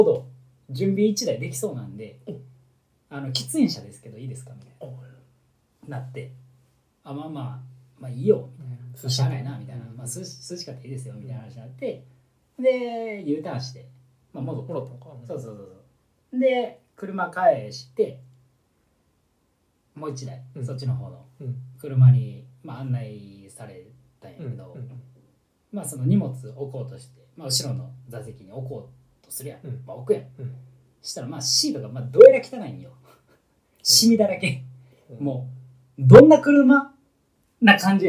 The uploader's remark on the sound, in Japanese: おそらくいつもより音質悪いと思います。